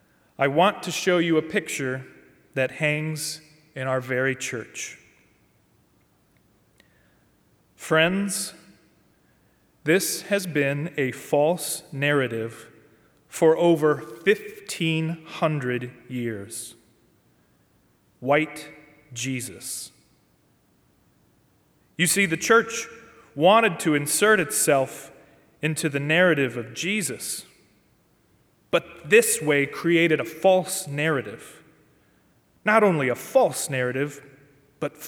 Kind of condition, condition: setting, large echoing room